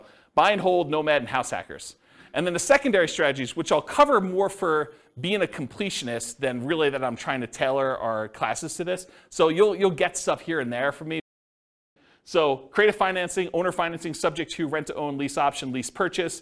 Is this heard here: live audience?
yes